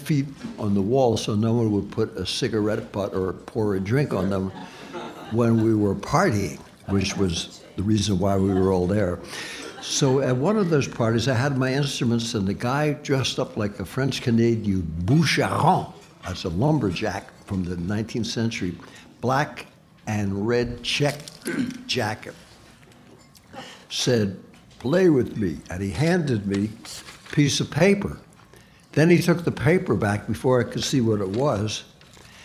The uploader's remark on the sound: Recorded live at the Jazz Kitchen.